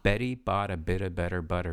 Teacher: We have soft T's that turn into D's.